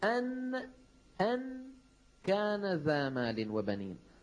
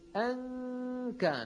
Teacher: اللسان في الداخل لكن لا يقرع غار الحنك الأعلى · Shown in: second take · لا يقرعه. بطل عمل اللسان وبقي عمل الغنة من الخيشوم ظاهرا، وطولناه وزدنا فيه في صوت الغنة يعني تعويضا عن نصف اللسان، عن النصف اللساني للنون الذي بطل التصويت به. · Term: النون المخفاة